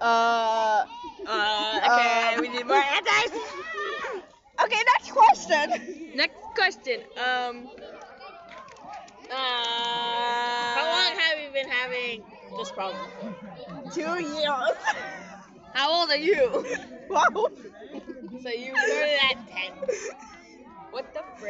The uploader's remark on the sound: ignore out cussing and the audio lol